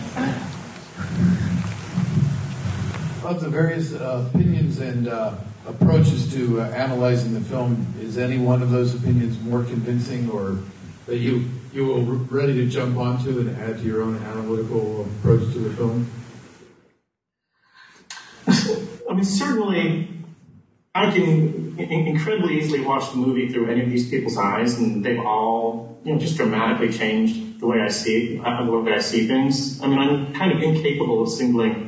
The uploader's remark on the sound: New York Film Festival 2012 – Room 237 Press Conference. The following is the press conference recorded.